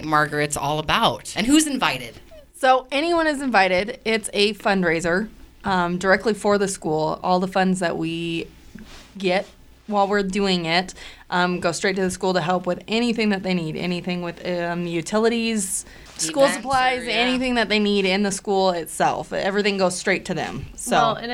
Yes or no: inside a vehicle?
no